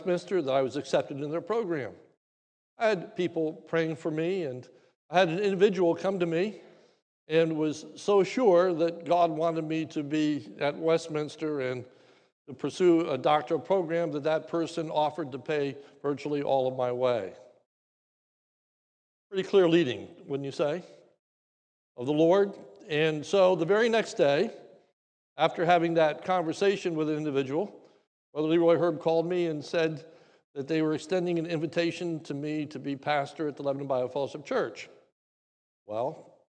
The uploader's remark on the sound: This is a sermon recorded live at the Lebanon Bible Fellowship in Lebanon, PA on 8/22/2021 during the morning service